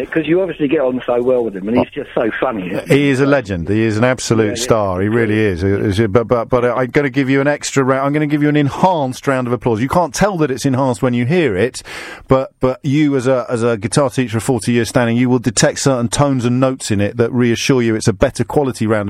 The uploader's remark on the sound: phone-in show